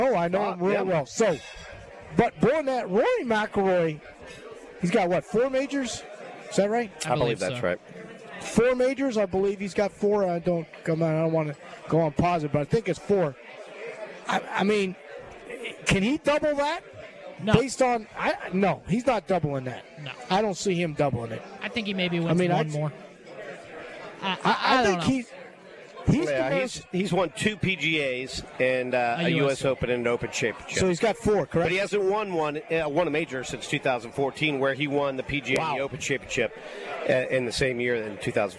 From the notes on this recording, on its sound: LIVE From Felix's Fish Camp!